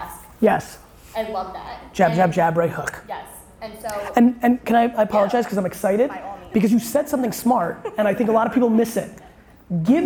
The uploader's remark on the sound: A Q&A At Samsung 837's Fall Discovery Series. Really enjoyed doing this keynote and Q&A at Samsung's 837 space in downtown Manhattan.